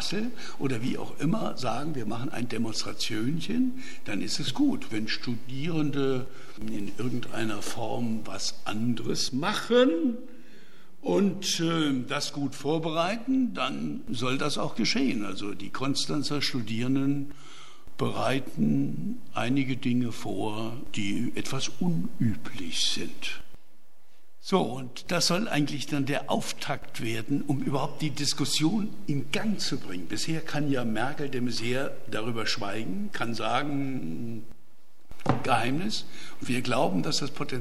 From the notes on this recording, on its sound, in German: Mitschnitt des Referats.